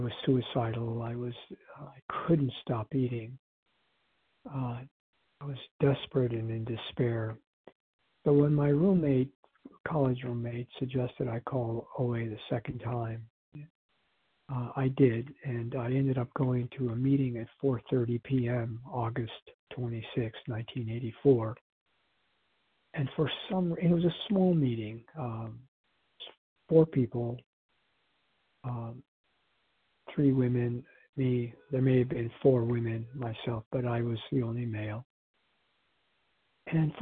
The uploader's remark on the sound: 100 Pounders Phone Meeting, 1/22/24.